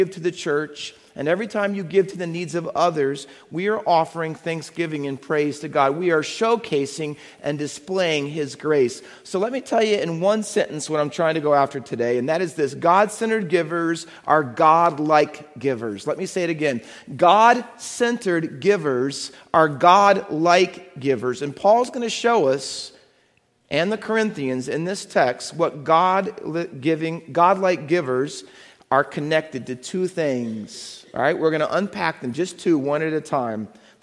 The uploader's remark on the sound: Faith Baptist Church in Hamilton, NJ.